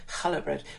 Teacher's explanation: The ch is like the ch at the end of Bach. It's a guttural sound